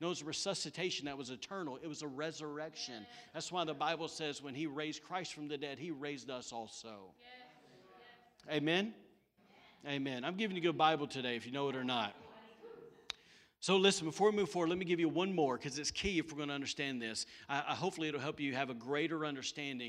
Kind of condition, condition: setting, large echoing room